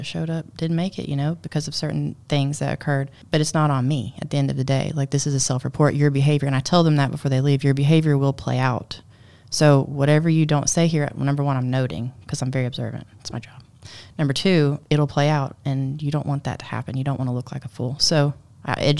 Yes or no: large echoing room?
no